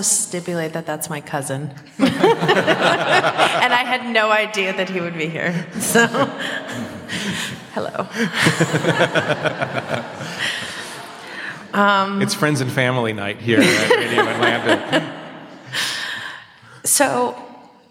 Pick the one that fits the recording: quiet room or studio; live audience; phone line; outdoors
live audience